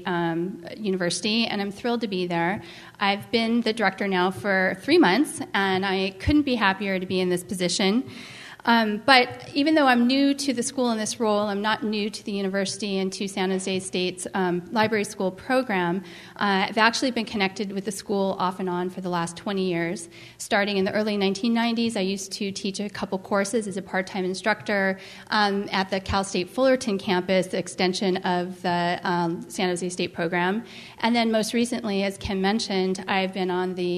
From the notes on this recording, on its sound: was recorded at the 2010 California Library Association Conference in Sacramento, CA.